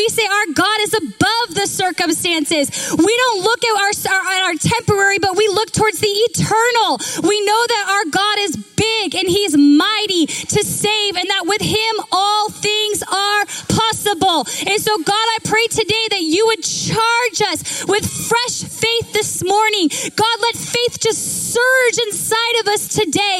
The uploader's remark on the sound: Recorded live at Capital Church in Meridian, Idaho